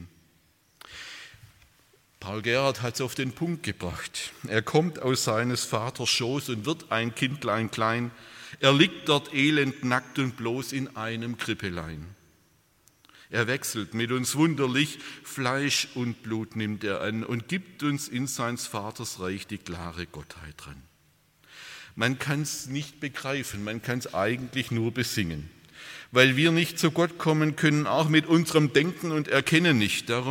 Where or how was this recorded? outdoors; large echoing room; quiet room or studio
large echoing room